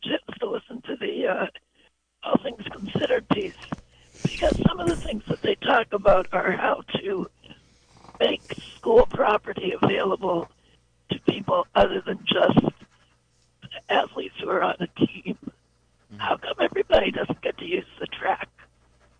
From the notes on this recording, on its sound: an hour of community call ins